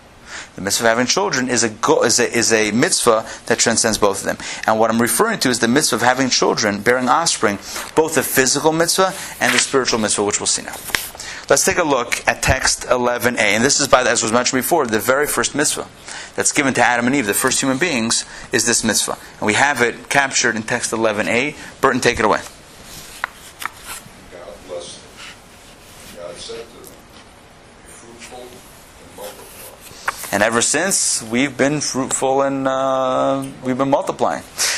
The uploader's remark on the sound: Recorded live at the Intown Jewish Academy.